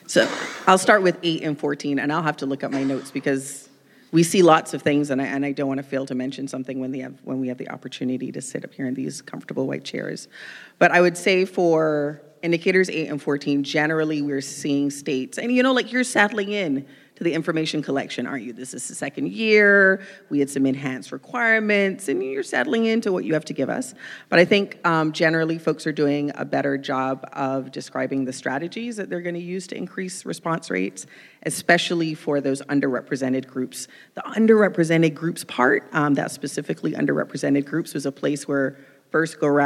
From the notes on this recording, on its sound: Thank you all for listening to part two of our special live episode of "A Date with Data" with OSEP at IDC's ii23.